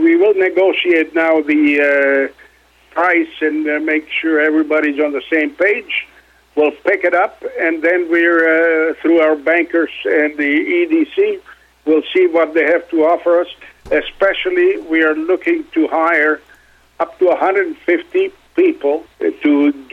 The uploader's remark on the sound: called in to SmallCapVoice